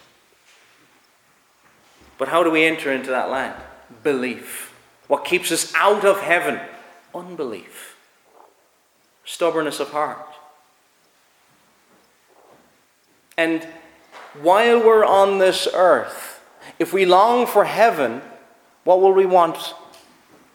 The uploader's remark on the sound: Preached at Ballyclare - Doagh Free Church -Continuing.